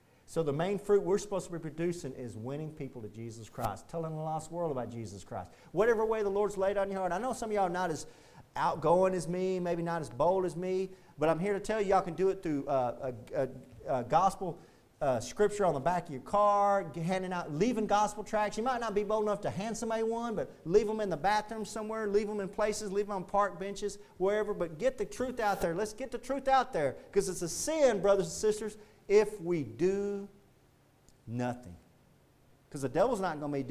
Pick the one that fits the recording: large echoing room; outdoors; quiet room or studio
large echoing room